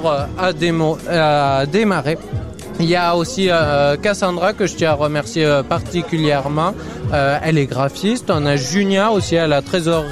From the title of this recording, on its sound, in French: en direct de "Jeunesse en fête"